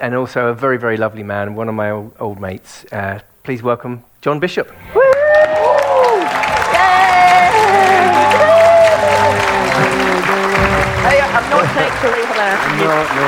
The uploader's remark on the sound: live episodes recorded at the Edinburgh Fringe festival